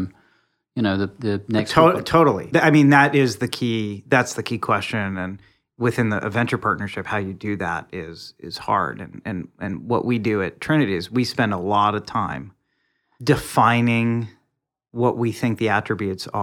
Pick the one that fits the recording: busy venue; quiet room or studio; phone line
quiet room or studio